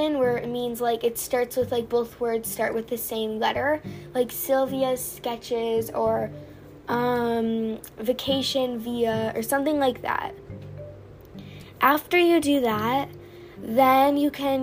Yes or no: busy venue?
no